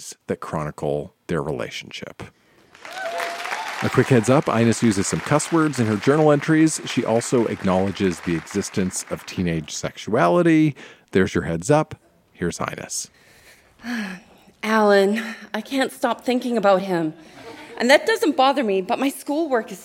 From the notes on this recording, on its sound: Recorded live at the Leacock Theatre at Mount Royal University in Calgary.